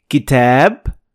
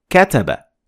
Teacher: there is a difference between kitab, long A, to kataba, short A, the short vowel · Term: long and short vowels